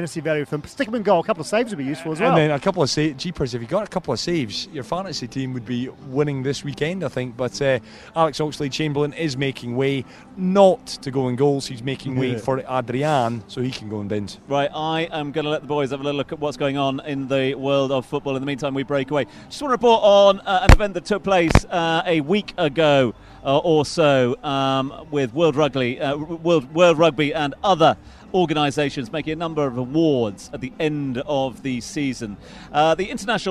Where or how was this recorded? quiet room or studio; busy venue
busy venue